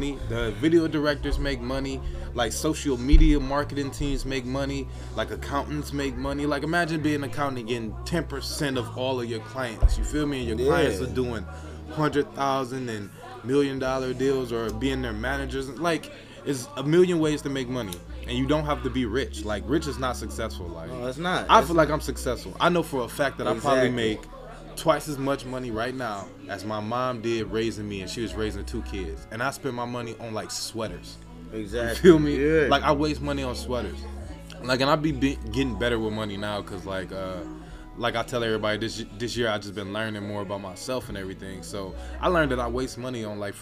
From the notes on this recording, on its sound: this is what happens when you try to record a podcast during the begging of a party